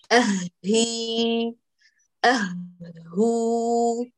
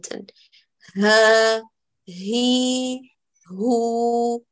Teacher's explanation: هي كما أنها مهموسة فيها كمال جريان النفس، هي رخوة أيضا فيها كمال جريان الصوت أو الجريان التام للصوت، فهذا لا بد أن يؤتى به بتقارب الوتران الصوتي. · Term: الهاء